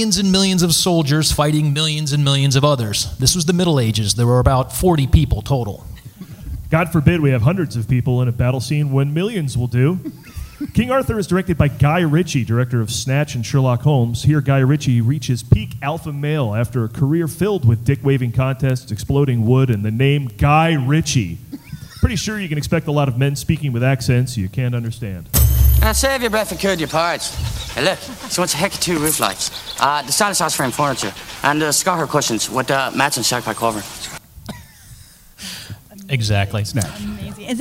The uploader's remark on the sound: Live at WhedonCon 2017